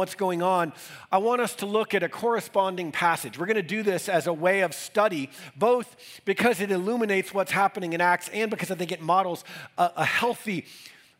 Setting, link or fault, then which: setting, large echoing room